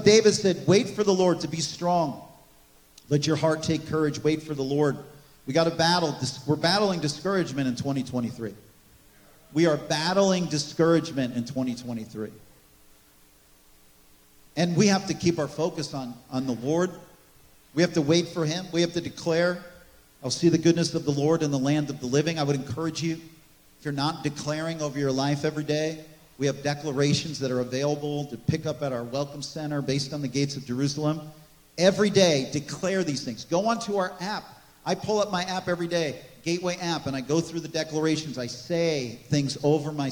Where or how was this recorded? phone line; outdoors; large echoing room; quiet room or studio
large echoing room